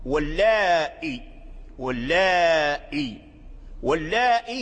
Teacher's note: أصل اللاي واللائي، واللائي، واللائي هو اسم الموصول، واللائي، إلا أن ورش سهل الهمزة، الهمزة واللائي سهلها، سهلها بين الهمزة والياء، فلا هي ياء خالصة ولا هي همزة خالصة · Term: التسهيل